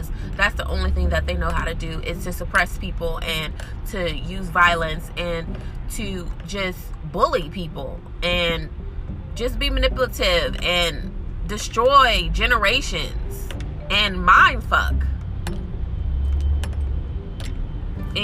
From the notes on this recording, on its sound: There is background noise my apologies in advance.